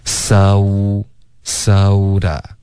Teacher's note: soda 也是双元音 so，大家注意嘴唇要嘟起来